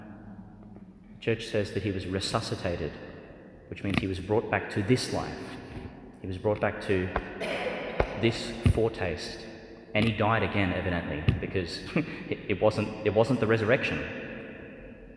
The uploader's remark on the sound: delivered in the Tomb of Lazarus Church, Bethany, West Bank.